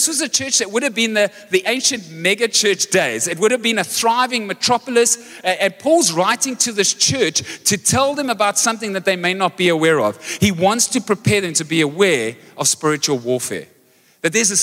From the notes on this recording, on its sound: Recorded live on Sunday the 1st October 2023